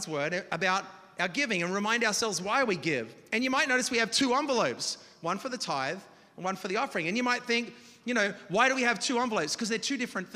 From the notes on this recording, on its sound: Preached this message on October 29th at our Union Square Community.